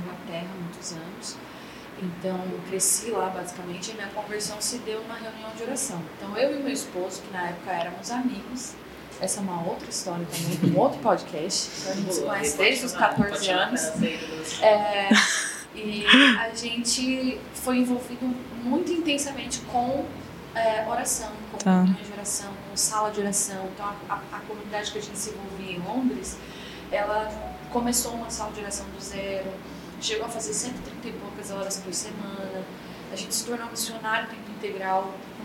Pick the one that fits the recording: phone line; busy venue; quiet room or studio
busy venue